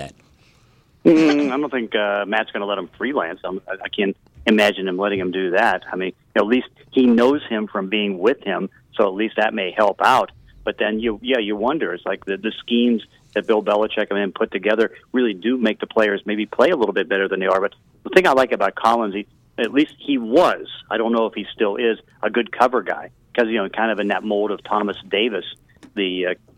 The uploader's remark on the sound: Joined on the phone.